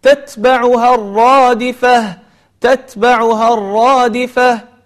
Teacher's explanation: يجب أن تظهر التاء الأخرى